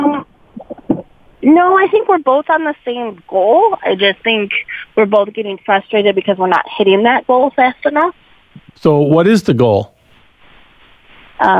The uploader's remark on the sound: Open Phones